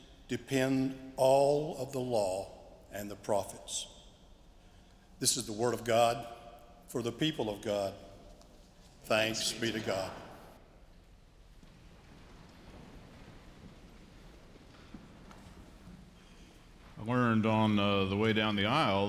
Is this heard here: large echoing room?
yes